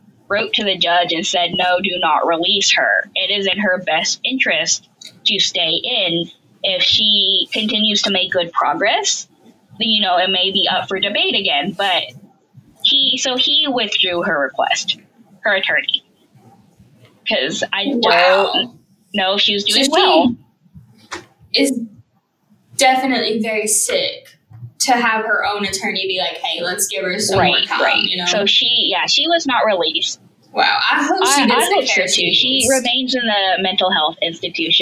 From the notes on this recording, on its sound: Decreased audio quality due to inclement weather in the south.